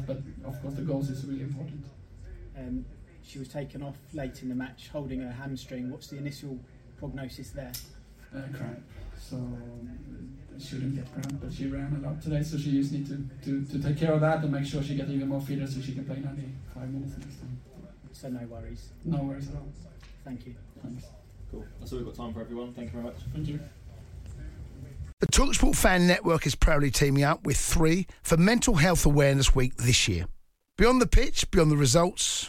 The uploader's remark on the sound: POST MATCH PRESS CONFERENCE.